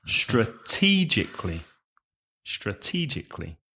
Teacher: And the stress is on the second syllable.